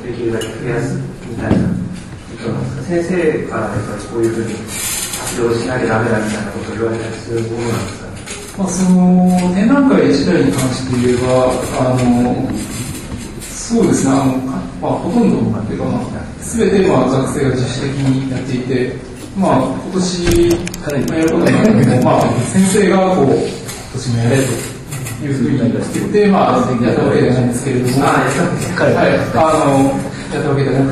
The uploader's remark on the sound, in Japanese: 京都大学高松研究室展覧会「the horizon」にあわせて、京都にてはじめて建築系ラジオ公開収録が開かれた。京都のASPHODELにて。